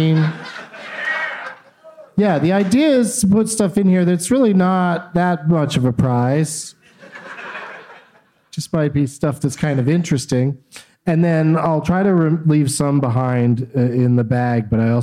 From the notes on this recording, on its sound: Live from Goodnights Comedy Club in Raleigh